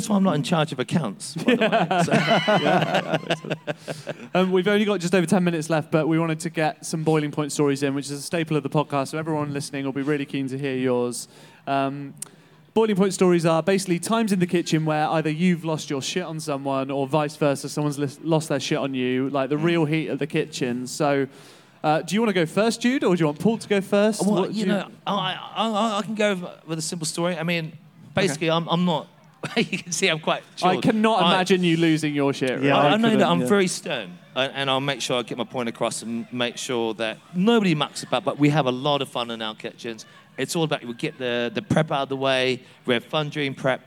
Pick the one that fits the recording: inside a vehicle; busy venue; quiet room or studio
busy venue